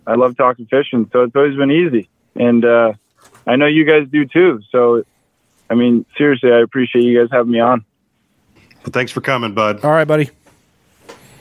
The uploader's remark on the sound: We had some great people call in and ask questions